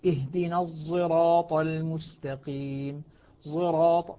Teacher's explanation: تكون أوضح، خليها تكون الصاد أشمل، اهدنا الصراط المستقيم صراط لاحظ الصاد أغلب استعلاء الصاد واضح واضح الاستعلاء وأيضا الإطباق في الصاد موجود · Term: إشمام الصاد زايا